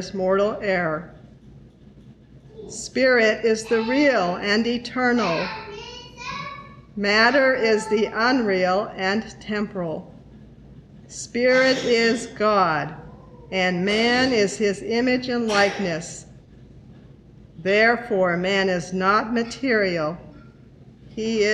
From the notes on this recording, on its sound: The Sunday service audio